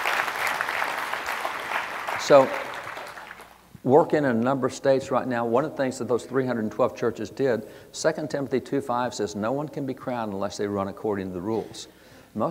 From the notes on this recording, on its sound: At the 2022 Convention of States Reclaiming Liberty Summit.